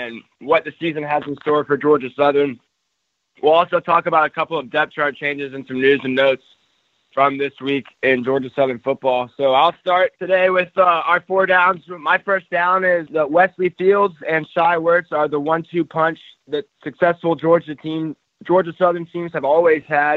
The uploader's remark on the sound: Joined over the phone by Sun Belt commissioner.